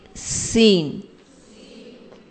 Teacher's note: اوپر ثنایا اولیا ثنایا سفلا بند ہو جاتے ہیں اور زبان پیچھے رہتی ہے